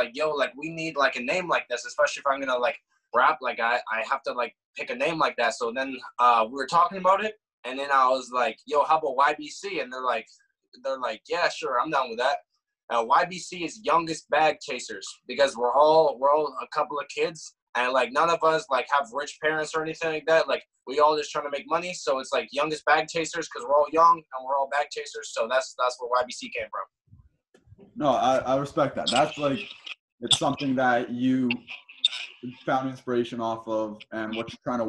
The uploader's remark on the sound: We decided to break out some new technology but with that, it caused troubles leading to missing clips. Sorry for the choppy sound.